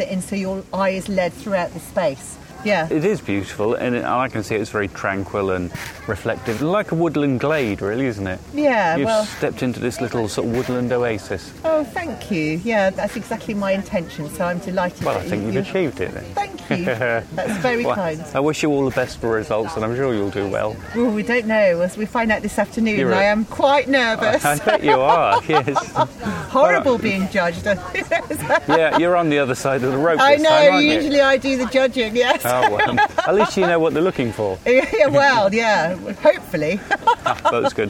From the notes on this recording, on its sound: Interviews from the 2015 RHS Hampton Court Palace Flower Show